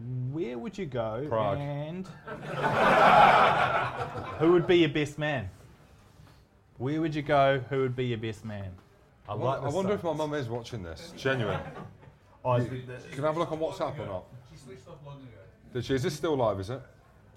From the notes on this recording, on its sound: Our first ever live show at The Cabbage Patch in Twickenham. In front of a packed house on Friday evening before the Wales v Ireland game.